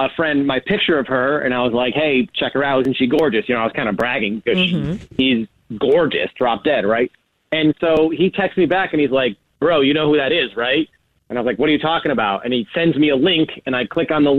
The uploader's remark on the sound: We get that other person on the phone